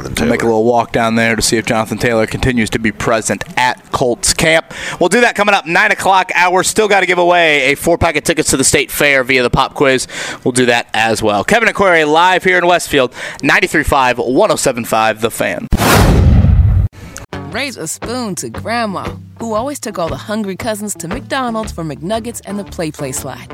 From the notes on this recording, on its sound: LIVE AT COLTS CAMP! Camp practice underway.